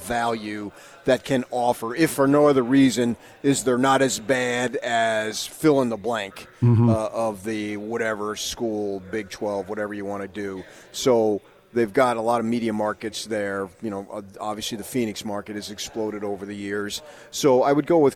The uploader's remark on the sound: live at Pac-12 Media Day